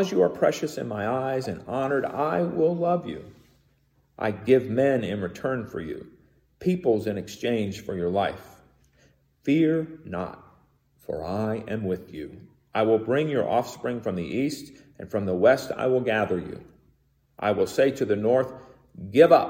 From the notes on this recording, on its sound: Recorded in the sanctuary of MPPC.